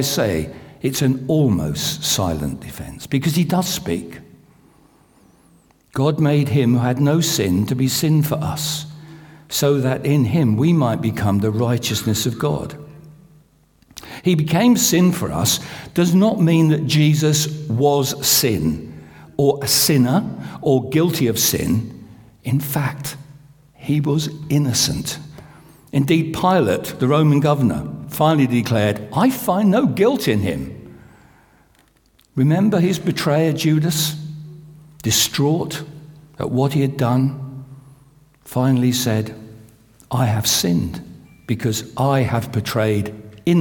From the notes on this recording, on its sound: This sermon was recorded on Sunday 2nd April 2023 at our Great Denham venue.